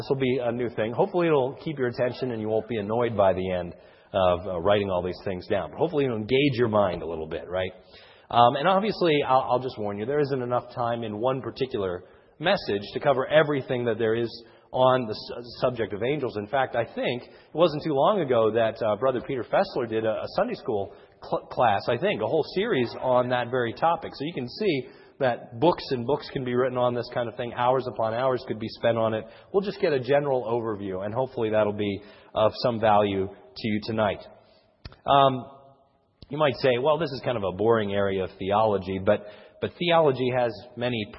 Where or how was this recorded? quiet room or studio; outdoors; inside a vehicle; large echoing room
large echoing room